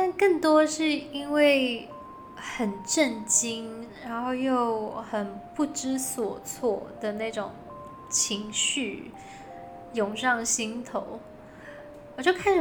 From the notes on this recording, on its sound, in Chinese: 本集換了個場所錄音，比較多雜音，敬請各位聽眾見諒